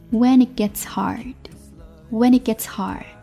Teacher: I've, when it gets hard.当我们的爱陷入困顿艰难， when it gets hard, when 和 it, when 和 it.会出现连读 whenit，同时 it 和 gets 会出现失音的现象。